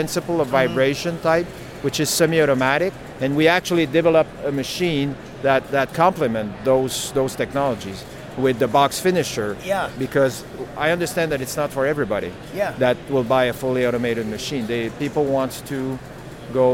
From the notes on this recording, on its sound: interview recorded on-site at the CWCBExpo